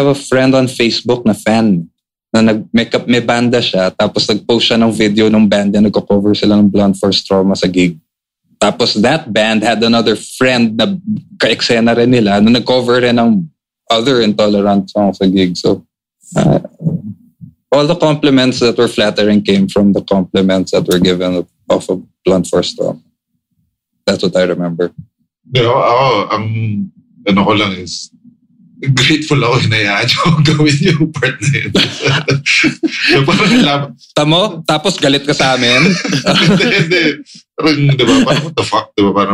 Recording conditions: video call